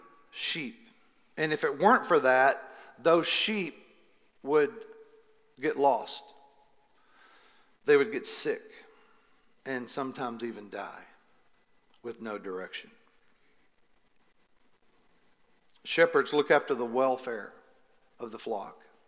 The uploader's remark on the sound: Recorded live at The Fellowship at Mt Juliet on June 6, 2021.